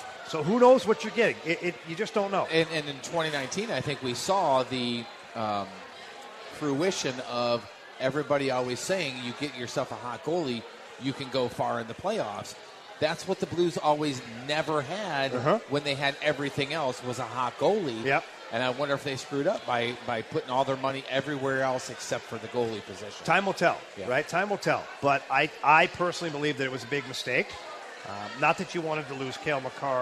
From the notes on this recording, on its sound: We are LIVE from Copper Fire in Belleville